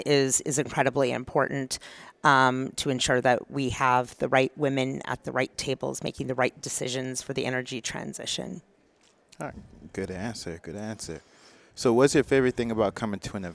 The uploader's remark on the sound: at Gulf Energy Information's Women's Global Leadership Conference in Energy